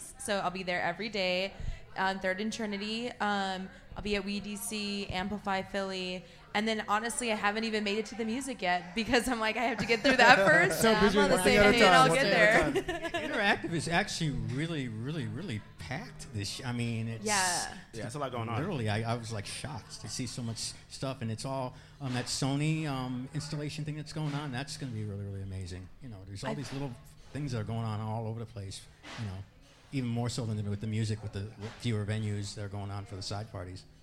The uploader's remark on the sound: 4th Annual SXSW Preview Live From Collide ATX.